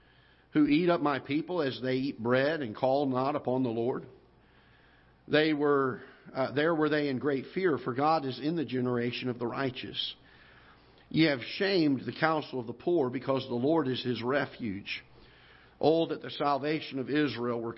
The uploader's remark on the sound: Ketha Heights Baptist Church ~ Live Broadcast